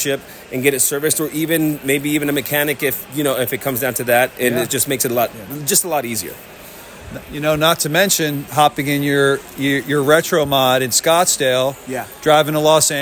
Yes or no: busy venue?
yes